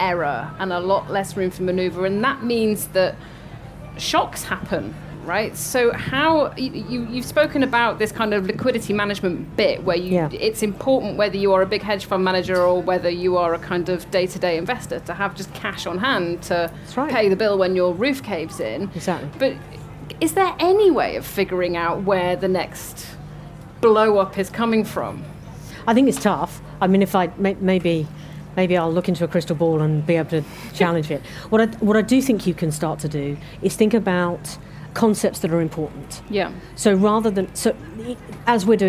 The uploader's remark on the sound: At the FT Weekend Festival at Kenwood House in north London. Perched on high stools behind a kitchen counter meant for a cooking demonstration.